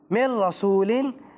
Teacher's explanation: نون ساکن کے بعد را آ رہا ہے، اور میں نے بتایا یہاں پہ غنہ نہیں ہوگا